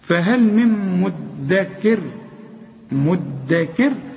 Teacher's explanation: اقفل شفايفك على طول وكز عليها عشان تطلع الغنة